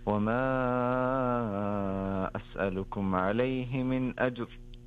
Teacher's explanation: الحكم هنا هو التفخيم، راء ساكنة وقبلها الساكن لا يعتد به